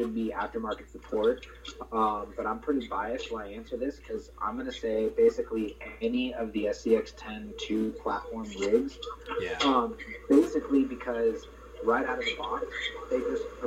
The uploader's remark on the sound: We apologize for the audio quality, as we are still getting things ironed out for guests.